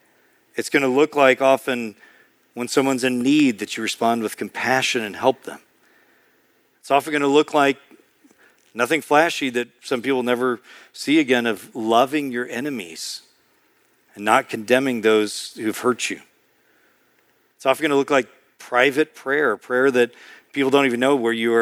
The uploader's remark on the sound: Preached in March 2023 at Sojourn East.